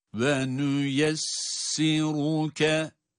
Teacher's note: bu kelimenin hiçbir harfi uzatılarak okunmuyor.